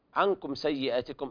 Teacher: إظهار شفهي لوقوع السين بعد الميم الساكنة. وكلمة سيئاتكم وجد فيها مد بدل، يقرأ ورش بالقصر والتوسط والإشباع.